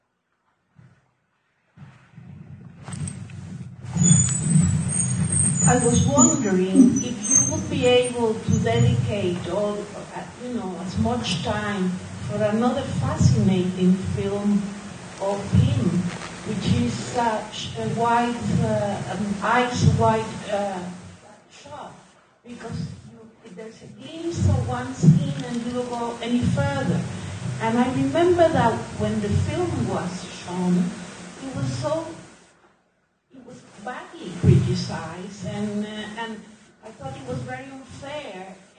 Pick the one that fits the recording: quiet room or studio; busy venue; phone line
busy venue